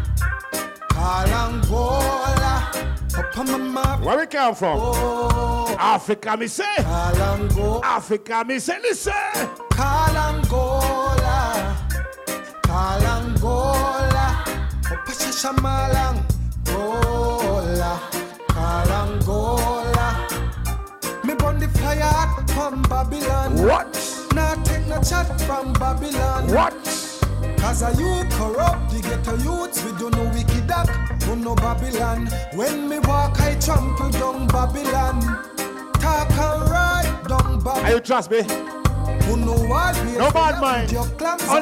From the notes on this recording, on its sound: this is the Audio of the Dance